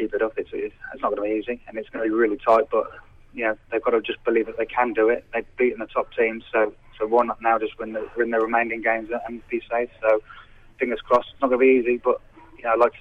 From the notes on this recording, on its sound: We were joined on the phone